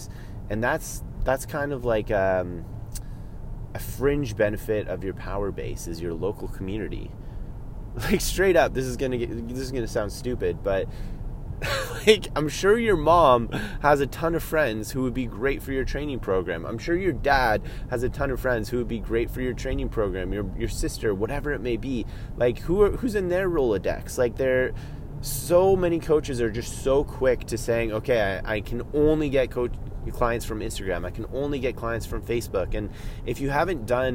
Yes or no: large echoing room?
no